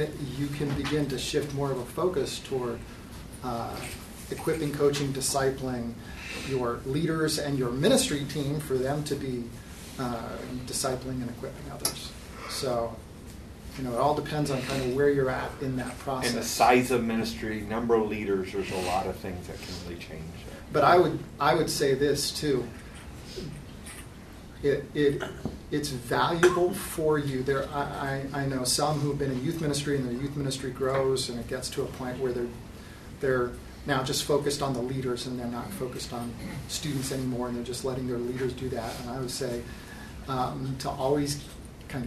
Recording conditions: busy venue